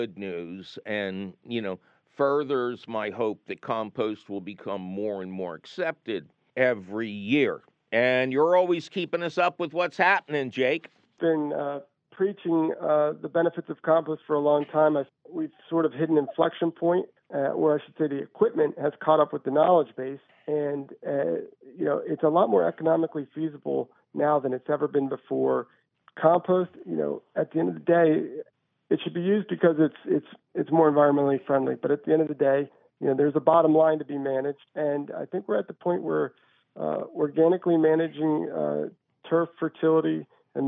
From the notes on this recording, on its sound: your fabulous phone calls!